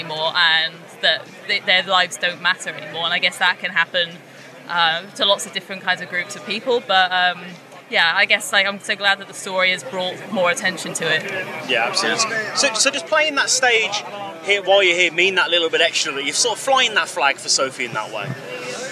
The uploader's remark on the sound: From our 'Live from Bloodstock 2023' series. We talk all about their set later that day at the festival.